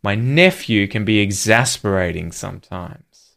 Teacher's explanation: the words here being emphasized are nephew and exasperating.